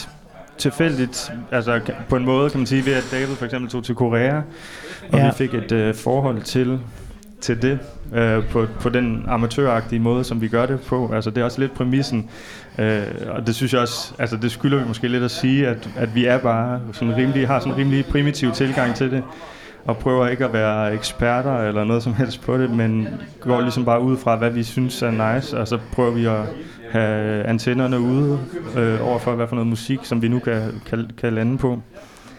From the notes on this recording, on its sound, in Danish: En live-udgave af SØENS FOLK med publikum, vin og musik.